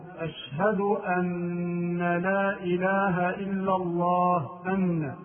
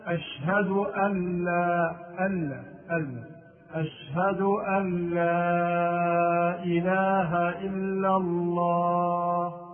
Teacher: والصواب أن يسكن النون ويدغمها في اللام · Shown in: second take · فينطقها هكذا، أشهد أن لا أن أن، أشهد أن لا إله إلا الله.